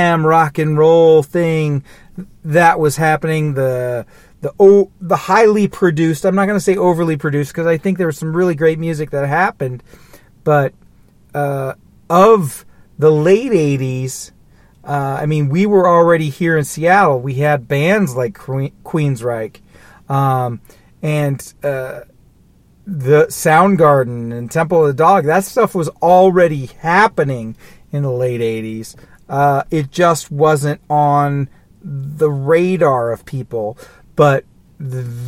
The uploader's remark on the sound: Somber Ramblings in a Car